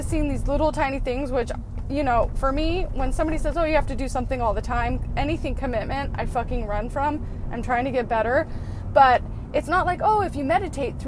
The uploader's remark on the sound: Random thoughts in the car, at the moment.